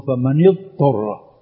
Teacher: فكأنهم أضغموا الضاد بالطاء، بينما الضاد حرف رخو والطاء حرف استعلاء، فأضغموا الضاد الرخوة بالطاء، هذا خطأ فاحش.